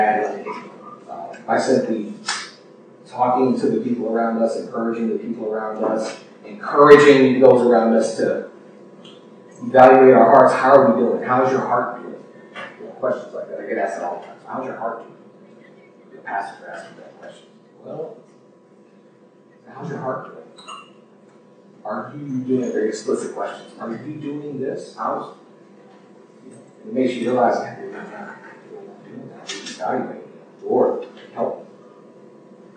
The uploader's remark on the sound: Unfortunately, we experienced some technical difficulties with the recording process. We apologize for the poor audio quality.